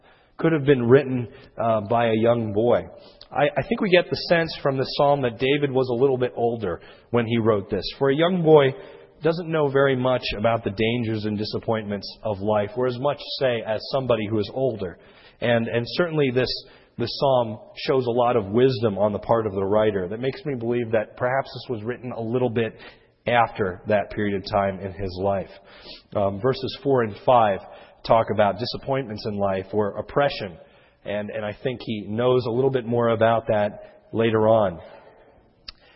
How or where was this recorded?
large echoing room